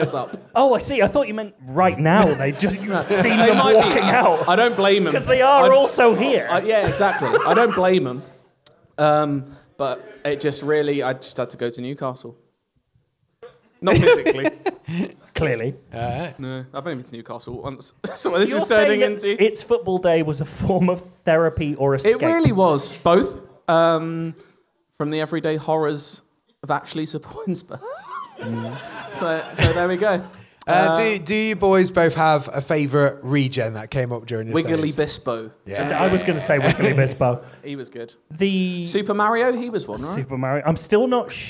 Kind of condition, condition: setting, live audience